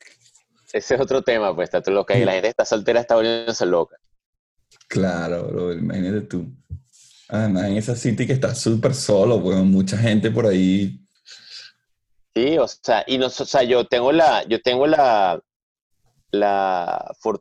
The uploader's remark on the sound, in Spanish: Se conectan via Zoom un domingo por la mañana.